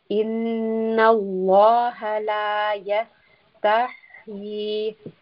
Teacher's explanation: rest on the Seen, almost have a whistling sound